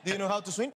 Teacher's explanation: And then the question, do you know how to swim? It has a rising intonation.